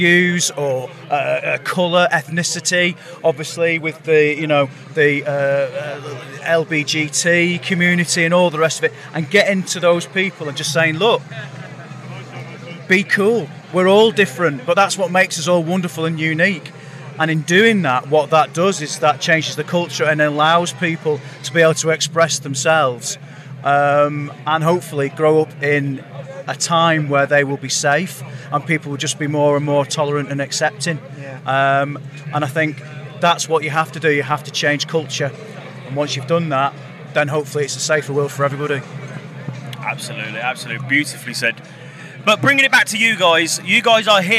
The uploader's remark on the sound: From our 'Live from Bloodstock 2023' series.